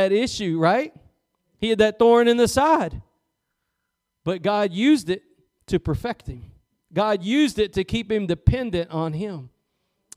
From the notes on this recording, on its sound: Preached at Gospel Lighthouse in Bossier City, La.